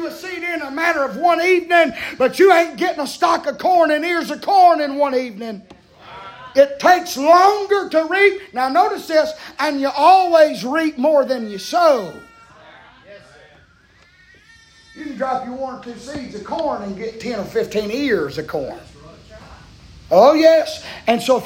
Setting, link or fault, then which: setting, large echoing room